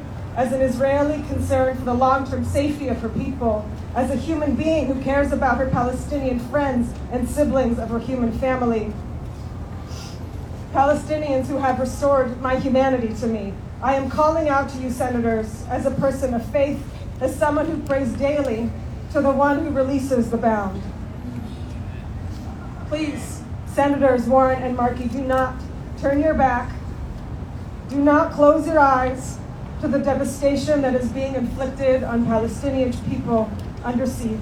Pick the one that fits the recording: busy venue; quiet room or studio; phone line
busy venue